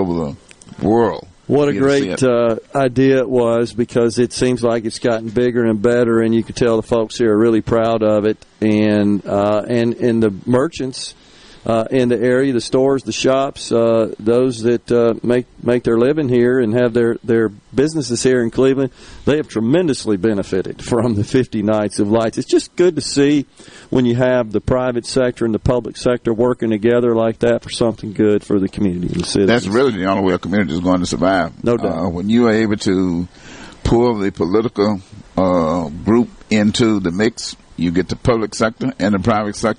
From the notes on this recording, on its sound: LIVE from Cleveland's 50 Nights of Lights